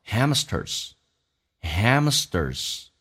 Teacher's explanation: 尾音的 Z 如果不连音的话，连音还是 Z，不连音可以发成一个短促的 S